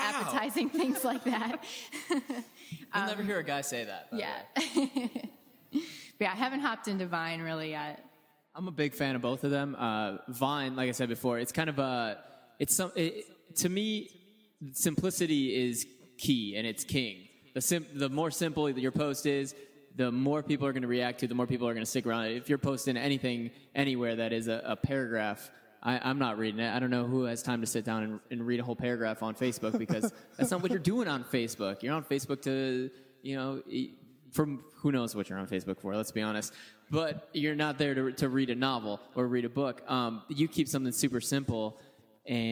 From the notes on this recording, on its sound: In a live podcast panel recorded in February at Rockit Bar & Grill